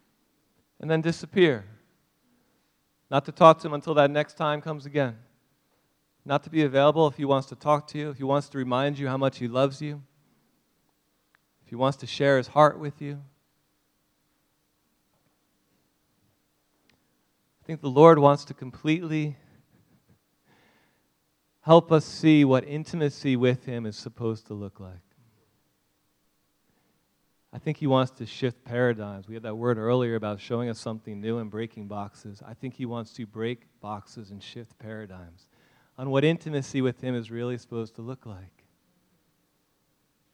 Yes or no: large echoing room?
yes